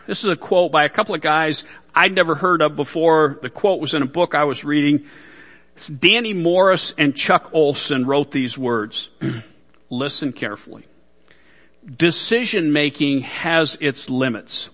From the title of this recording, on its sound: Worship Service